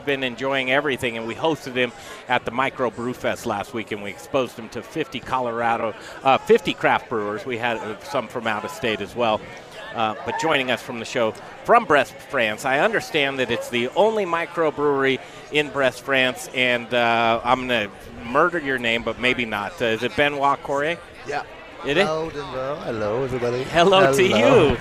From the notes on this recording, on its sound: The Modern Drinker Show Live from Tap 14 downtown!